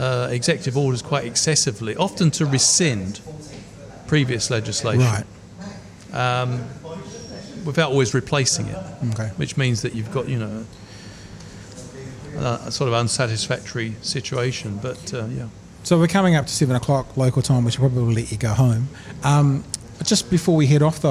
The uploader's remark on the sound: Broadcast live from Ombrellitos